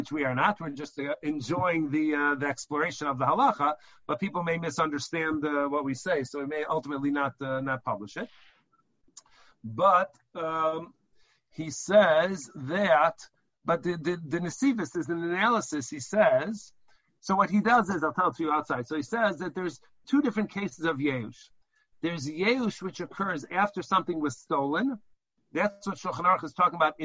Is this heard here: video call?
yes